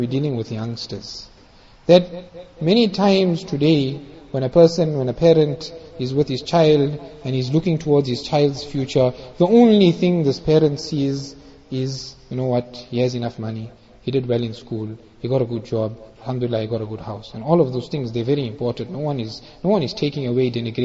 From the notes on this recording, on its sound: Jumuah Lecture at Avondale Musalla